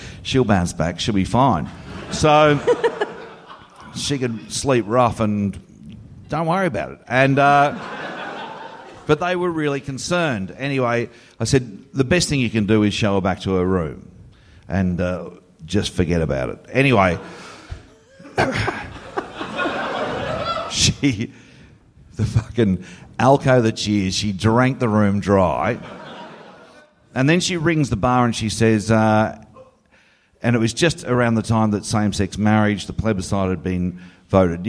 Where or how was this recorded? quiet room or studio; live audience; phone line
live audience